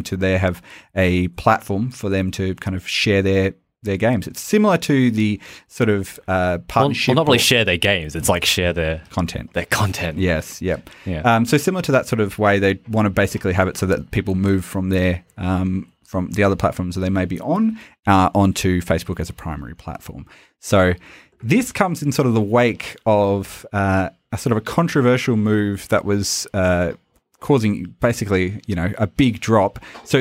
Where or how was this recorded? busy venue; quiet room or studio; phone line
quiet room or studio